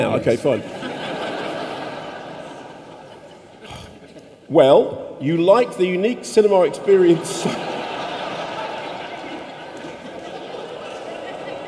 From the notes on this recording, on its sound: In this special live version of the show from Union Chapel in Islington